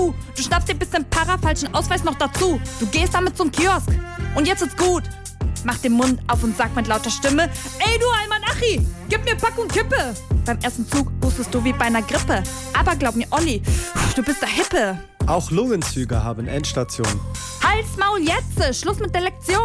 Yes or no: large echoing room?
no